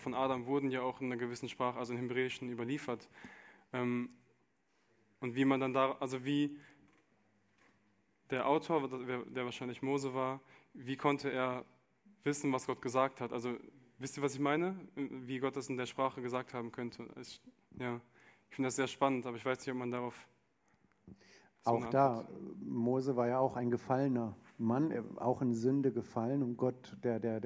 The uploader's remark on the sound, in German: Eine Frage aus unserem Q&A Abend